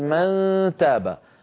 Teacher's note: يصاحب صوت الغنة صويت من الفم بسبب عدم انغلاق مخرج النون